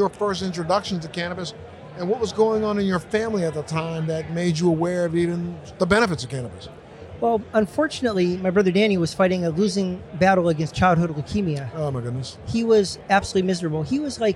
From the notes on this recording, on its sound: ON LOCATION, BOSTON. On location at NECANN in Boston.